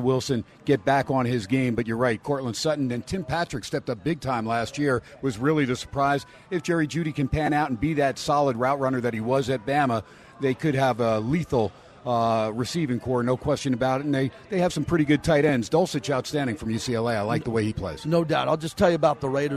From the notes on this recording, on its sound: SPORTSXRADIO ON HUMP DAY AT STEINERS PUB. "Live" from #SteinersPub. In Steiner's Pub for hour #2.